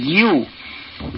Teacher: জিভের মধ্যস্থল তার বরাবর তালে মিলিয়ে ইউ